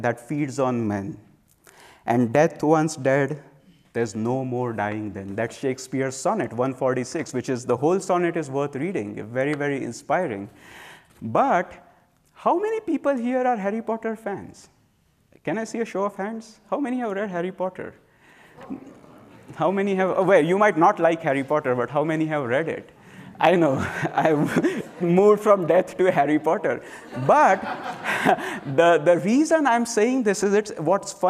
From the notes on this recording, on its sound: during a Sunday Service recorded at Ananda Village March 19th 2023